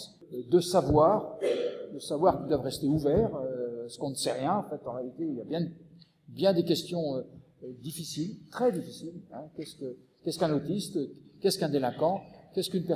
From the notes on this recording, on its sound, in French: Enregistré le Mercredi 14 janvier 2015 à l&#39;école de travail social du lycée Rabelais. Enregistré le Mercredi 14 janvier 2015 à l'école de travail social du lycée Rabelais.